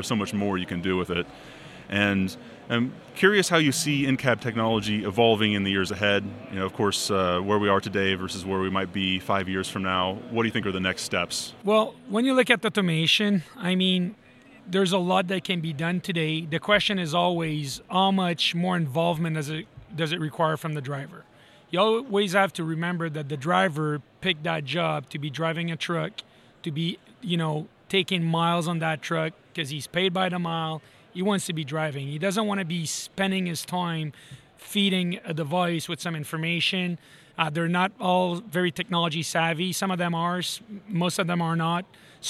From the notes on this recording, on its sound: live from ATA's MCE 2021 show floor